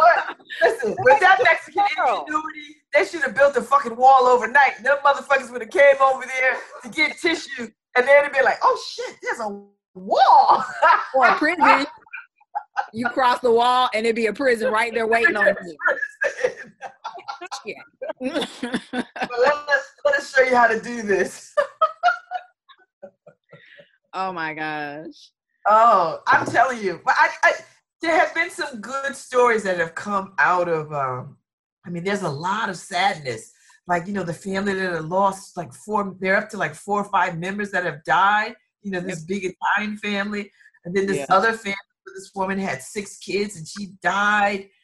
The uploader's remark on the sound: Like almost everybody else, we're connecting over the internets. Check the audio from our April 3, 2020 Zoom connection.